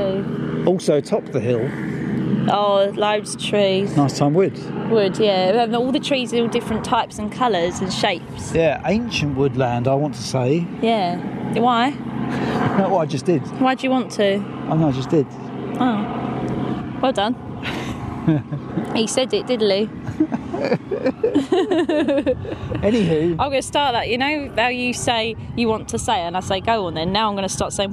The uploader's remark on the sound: a hot summer's ramble near Piddington with sheeps